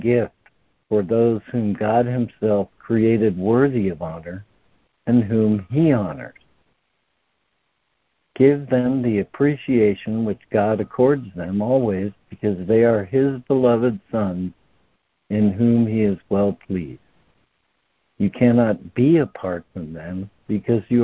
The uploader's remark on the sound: ACIM Daily Conference Call.